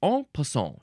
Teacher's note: En passant. You don't really say the N, you just sort of say it in the back of your mouth.